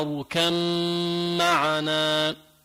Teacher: باء بعدها ميم، والباء والميم مخرج واحد